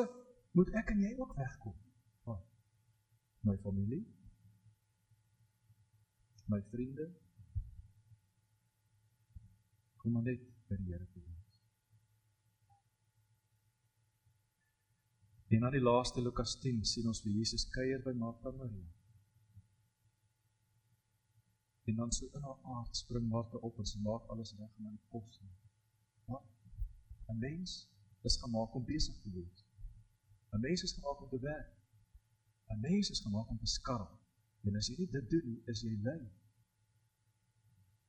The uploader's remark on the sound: Preek opname tydens erediens in Loughton